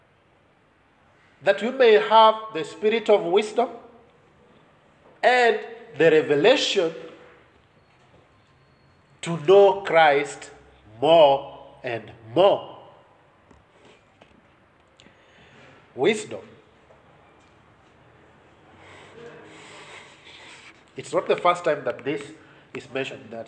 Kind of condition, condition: setting, large echoing room